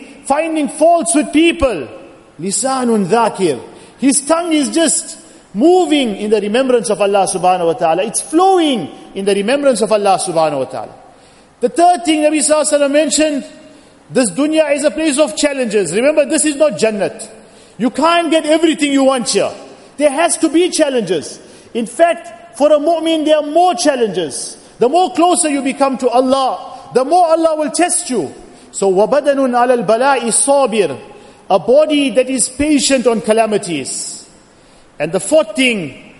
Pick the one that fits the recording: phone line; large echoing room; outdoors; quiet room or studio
large echoing room